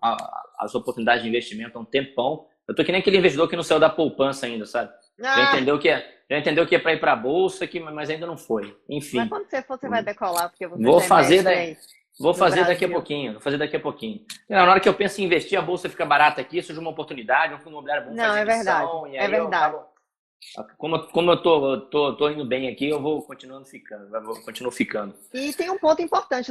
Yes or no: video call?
yes